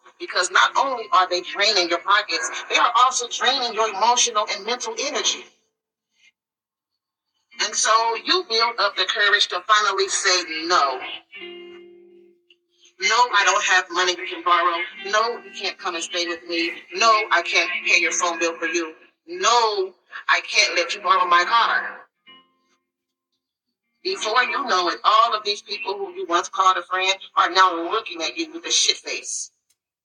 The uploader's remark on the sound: The audio quality is poor. Unedited and Raw.